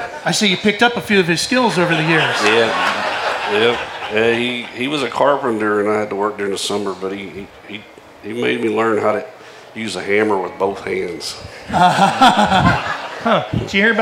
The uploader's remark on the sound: Recorded at the 59th Knoxville Nationals in front of a LIVE audience. Two of sprint car racing's biggest names grace the SPEED SPORT stage at the same time!